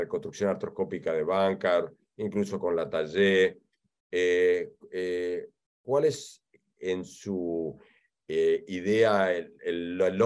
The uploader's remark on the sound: This is the Audio Replay of the 2022 ISAKOS Webinar with SLARD presented in Spanish!